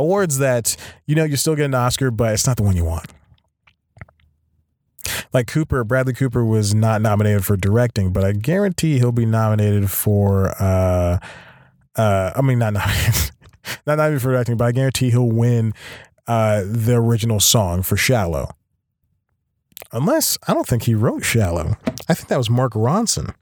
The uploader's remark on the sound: Not even rain or being forced to record in the car (again) can stop this bad boy of podcasting!